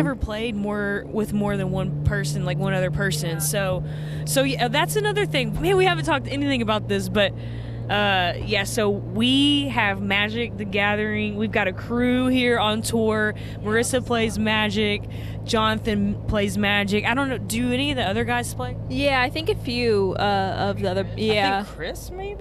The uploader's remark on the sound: Mic'd up our car convo on our drive down to San Antonio this past August as we embarked on our 2023 Mini Tour!